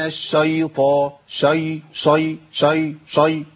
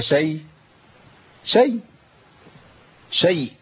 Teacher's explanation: الياء مرققة مش هنقولها مستفلة يعني مرققة ما ينفعش أنا أفخمها · Shown in: second take